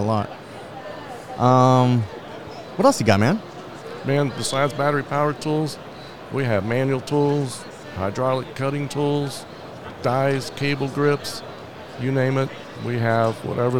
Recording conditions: live audience